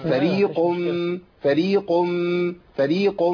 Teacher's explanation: القاف عندي حرف مفخم مضموم